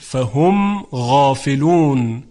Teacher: ما دیگه نمیتونیم میم رو غنه بدیم، مثلا بگیم فهم غافلون، این غلطه، فهم غافلون. · Term: اظهار